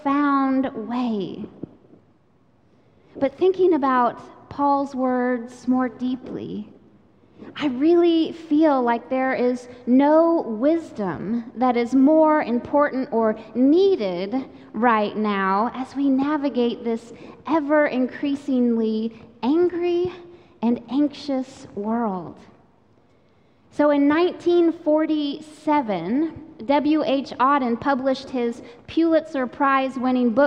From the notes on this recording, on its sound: Recorded live during the Sunday worship service.